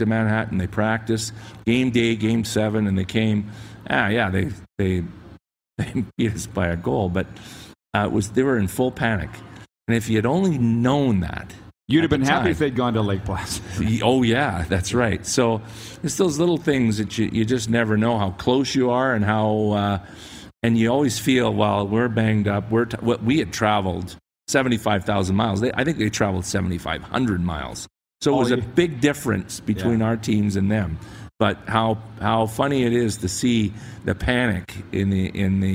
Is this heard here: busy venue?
yes